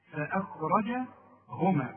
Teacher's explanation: الراء بقى هي المفخمة بقى والخاء برضه مفخمة